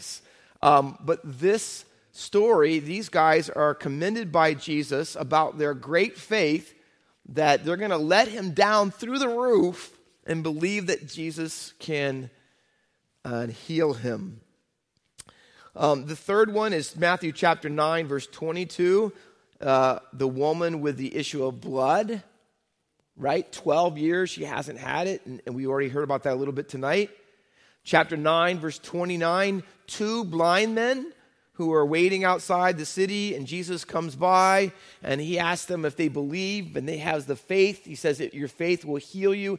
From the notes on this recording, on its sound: Faith Baptist Church in Hamilton, NJ.